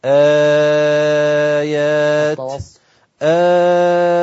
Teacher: آيات قرأت بالقصر ثم التوسط ثم الإشباع